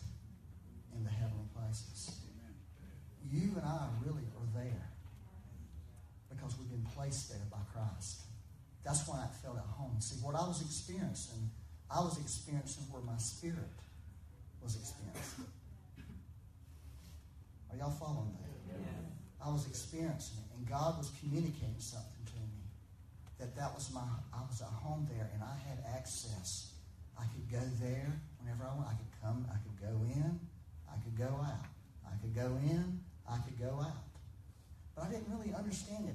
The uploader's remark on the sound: Had some technical difficulties with recording for this Sunday, so there is a bit more reverb than desired but better than nothing.